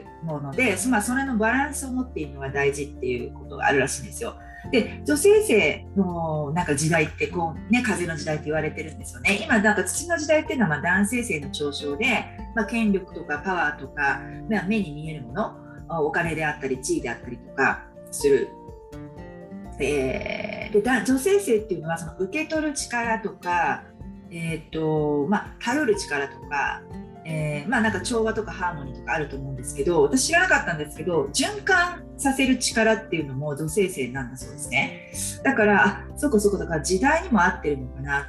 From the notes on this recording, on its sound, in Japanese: 今回はインスタライブの収録を編集して二回に分け